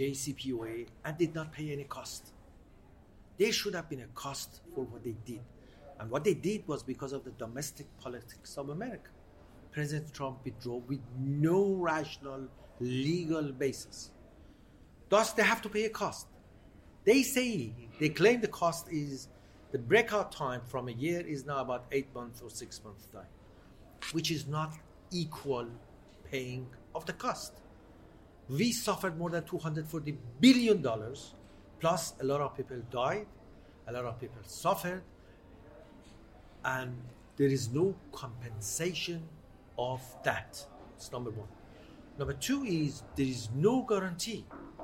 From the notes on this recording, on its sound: On location at the Doha Forum 2022